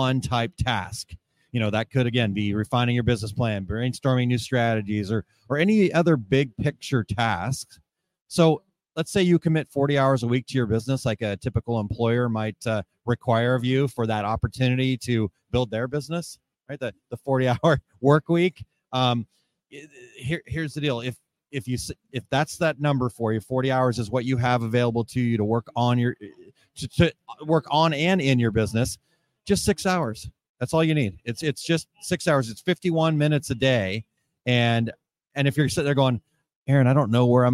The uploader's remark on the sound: Live from Ft. Worth Impressions Expo. Join us for a special live episode of the 2 Regular Guys Podcast, coming to you from the heart of the Impressions Expo in Ft. Be prepared for exciting conversations with attendees and exhibitors from the show floor.